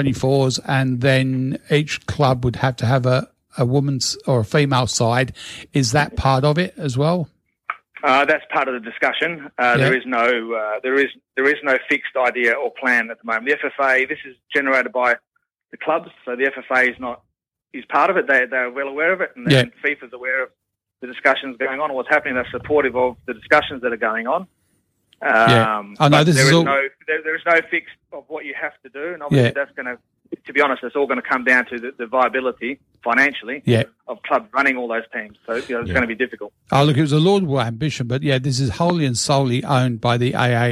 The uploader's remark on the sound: In the studio the Team this week will be. These guests live on the phone.